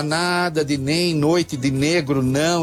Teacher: essa consoante nasal alveolar sonora que traduz a negação